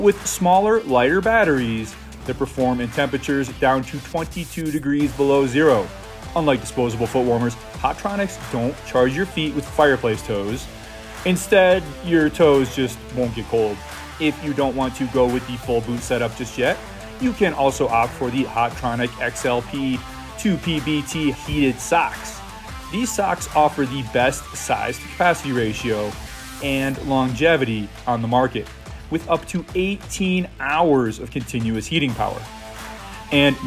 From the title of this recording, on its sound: On The Ground for the Opening of Big Sky’s New Lone Peak Tram